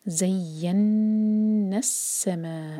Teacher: نون پر شدہ ہے تو یہاں پر غنہ کریں گے نون کو ہولڈ کریں